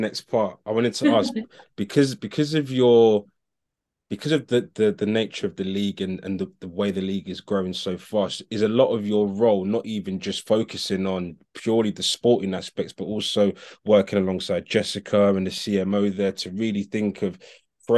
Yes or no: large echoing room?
no